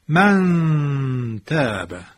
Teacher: صدا را احساس میکنید که از فضای بینی است؟ این همون غنه است